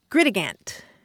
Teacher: They are inserting the syllables idig.